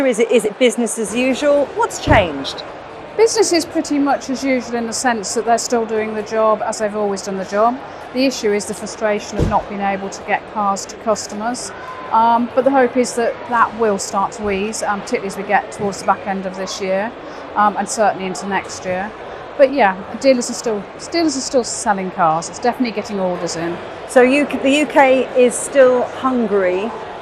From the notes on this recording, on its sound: we're on the road at the British motor show